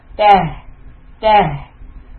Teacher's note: the ha sukun is deep from the chest